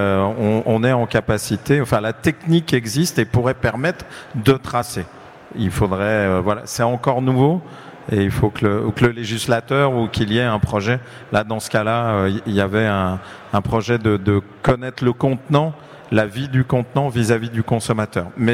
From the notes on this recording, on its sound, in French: Table ronde enregistrée le vendredi 21 octobre 2022, au Salon du Brasseur. Suite à un incident technique, le début de la table ronde n'est pas disponible.